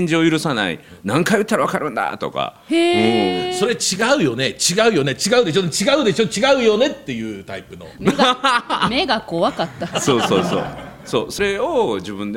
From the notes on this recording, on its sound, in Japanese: 公開収録